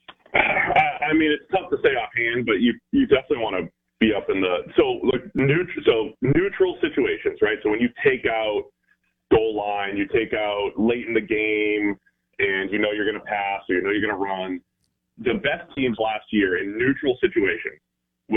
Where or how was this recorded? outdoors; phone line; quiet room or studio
phone line